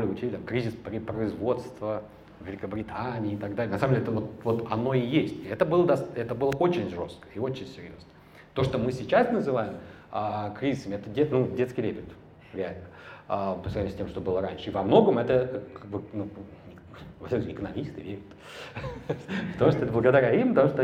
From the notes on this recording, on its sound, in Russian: Лекцию в рамках Hume Welcome Days в Ереване. Это запись лекции.